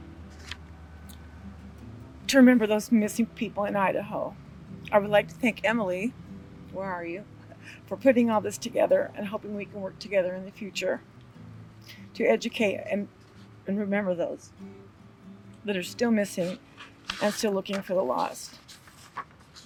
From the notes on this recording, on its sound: This also includes the full recording from the Missing Persons Day event held in front of the Bonneville County courthouse.